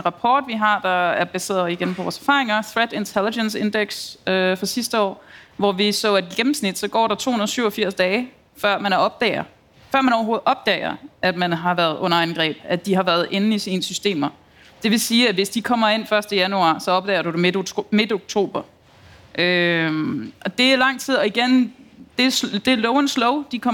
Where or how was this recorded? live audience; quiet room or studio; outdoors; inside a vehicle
live audience